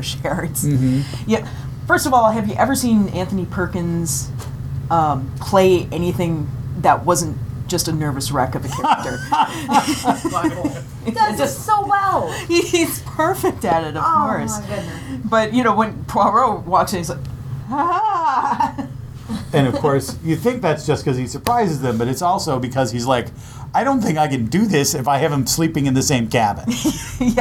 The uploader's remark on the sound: Our episode was recorded live at the Trylon theater in Minneapolis.